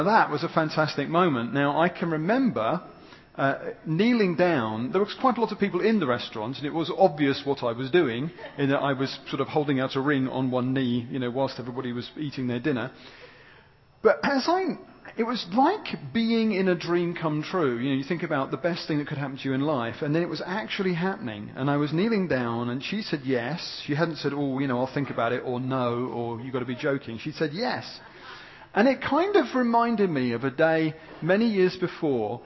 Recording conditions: live audience